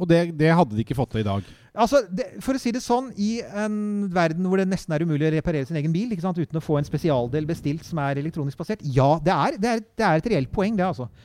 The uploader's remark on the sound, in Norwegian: Episoden er spilt inn live på Brygg i Oslo